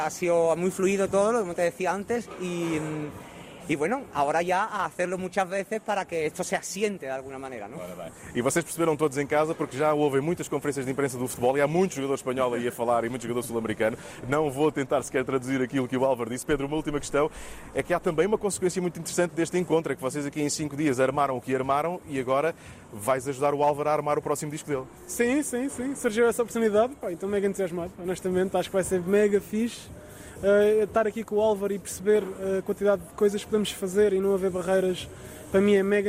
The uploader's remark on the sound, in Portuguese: Em direto do Festival MIL